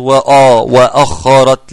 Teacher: انا رققت الهمزة وفخمت الخاء